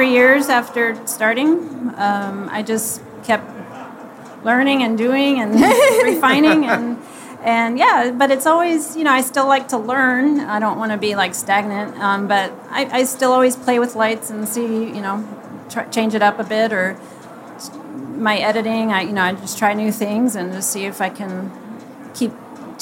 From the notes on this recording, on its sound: Live From WPPI. Welcome to this special live edition of The Portrait System Podcast!